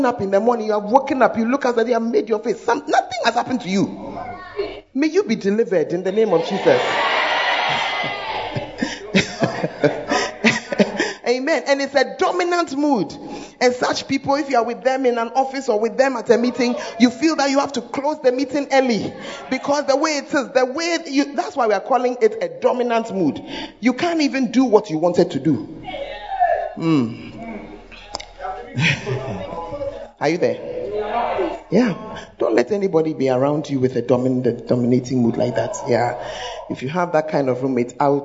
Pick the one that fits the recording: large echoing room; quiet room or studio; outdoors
large echoing room